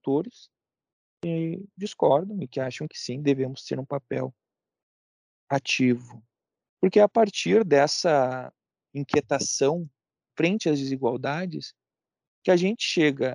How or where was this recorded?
video call